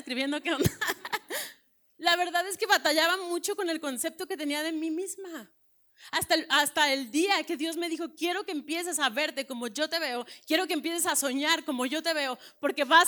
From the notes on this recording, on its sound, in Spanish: Predica grabada en el Desayuno Entre Amigas - Feb 2020